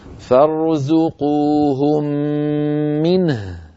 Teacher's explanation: لابد من بيان الهاء المتطرفة الساكنة كهذا المثال هكذا فارزقوهم منه، نبين سكون النون ونبين سكون الهاء